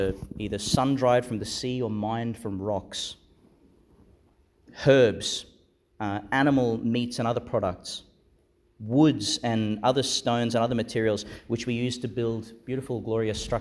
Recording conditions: large echoing room